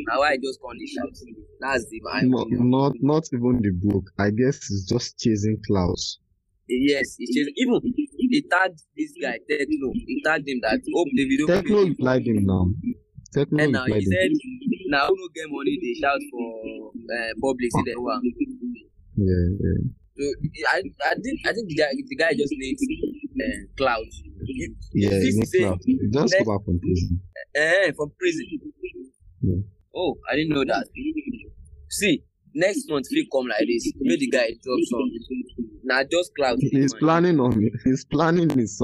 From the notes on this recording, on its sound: Pardon the bad audio